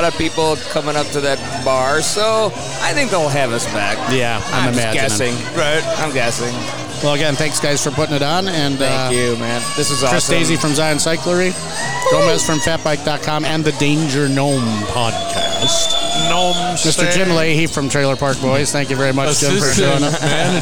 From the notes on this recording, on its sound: live recording of the Grand FunDuro Ball at the Illinois State Park Beach Resort and Convention Center